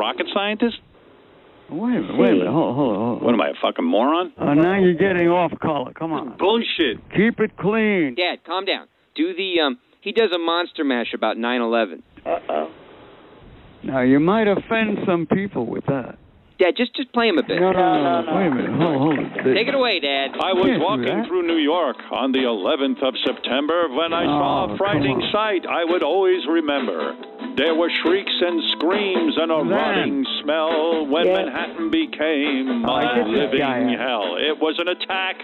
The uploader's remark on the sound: Phony Phone Call